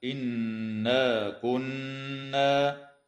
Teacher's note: وتغن النون المشددة في قوله تعالى إنا كنا